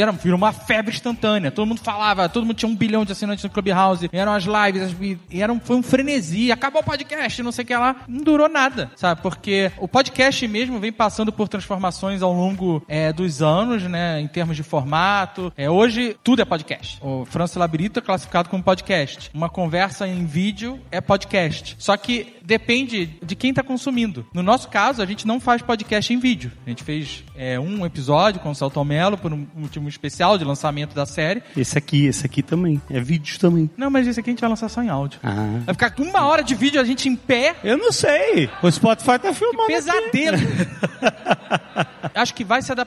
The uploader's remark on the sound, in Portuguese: Ao vivo no Spotify Podcast Festival